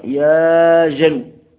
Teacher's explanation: الواو كأنها لما سكنت بعد فتحة قلبوها ألفا